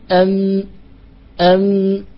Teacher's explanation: نعم ورغم ذلك، يعني رغم ذلك هذا الذي أردت أن أذكره، أن الميم رغم توسطها وهي من الحروف البينية لكن ينحبس الهواء فيها ويرجع القهقرى فيأذن الله جل وعلا للهات أن تنحرف فيخرج الصوت من الخيشوم، فتقول أم ونفس العلة في الباء، لكن سبحان الله نفس العلة في الباء لكن جعلت صفة القلقلة هو الخلاص من الشدة والجهر التي في الباء.